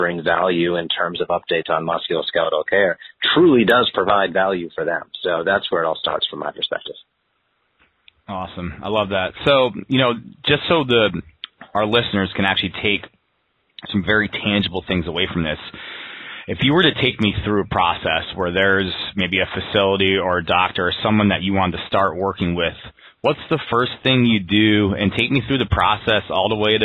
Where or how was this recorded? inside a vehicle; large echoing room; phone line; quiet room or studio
phone line